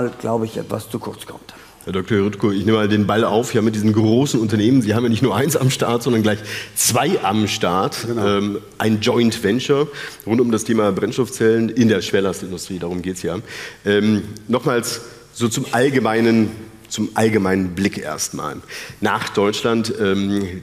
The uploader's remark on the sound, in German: In dieser Sondersendung live vom Bodensee Business Forum in Friedrichshafen